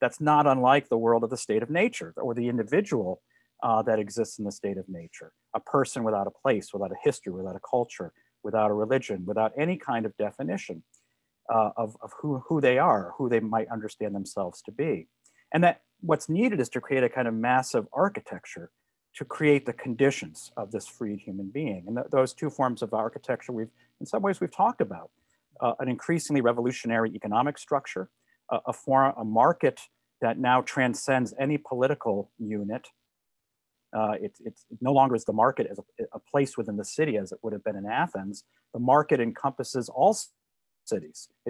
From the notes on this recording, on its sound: This is a recording of our virtual event